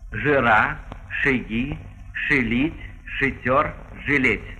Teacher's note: после «ж» и «ш» редуцированный звук «э» слышится также и в первом предударном слоге. где по правилу нужно было бы ждать «А».